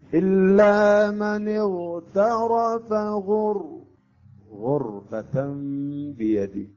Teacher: الراء هنا ساكنة قبلها ماذا الغين مضمومة إذن هنا أيضا الراء تفخم · Term: تفخيم